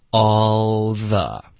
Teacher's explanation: 这么简单。Right.他说他意思是不是说发 L 音的时候呢不是提前抵住上颚然后发音而是一个发音的过程从你放松的舌位或其他位置慢慢滑动到上颚的时候最终停在上颚这个时候音就发完了 No,是不是一个滑动的发音呢他会带滑动的这个滑动是需要有的可是它不是重点是你的舌头顶上颚的时候呢会持续然后这会带一点声音比如 L 这个 L 的音是一直要发到下一个音出现 · L 的这个音它是要顶上去然后要继续嗓子震动要送气的就说首先动作是直接舌尖顶上颚然后嗓子震动 yeah,这个音就出来了 yeah, yeah.好就说它没有一个说滑着滑着就把音发完的过程 No 它不仅要滑到这个位置可是也要就是一直要发出一个音到位后要发一个音、yeah.就是既要滑上去滑过去同时滑到该